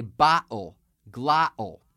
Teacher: in some parts of New York, with the medial T followed by an L sound or an O sound, you'll get a glottal stop, where they'll say bottle, glottal.